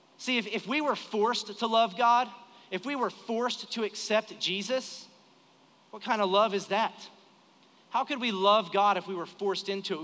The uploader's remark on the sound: Recorded live during our Sunday morning service